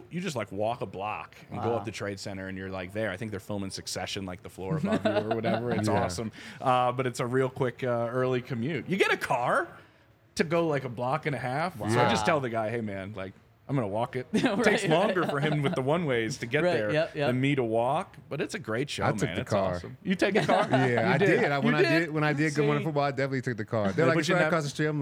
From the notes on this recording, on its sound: coming to you LIVE from the DNVR Bar